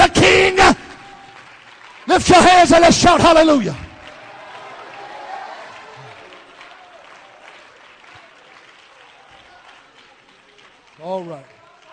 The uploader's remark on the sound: Baton Rouge Camp Meeting 2015